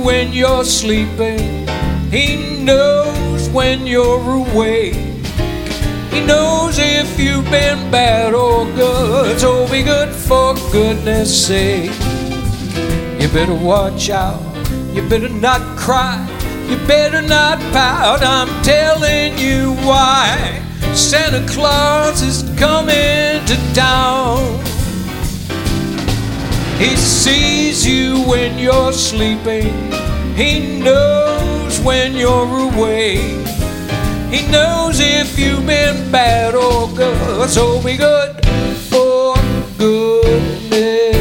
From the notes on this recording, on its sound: Live at the SouthPoint Casino